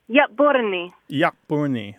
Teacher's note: Is there kind of a glottal thing happening at the first syllable?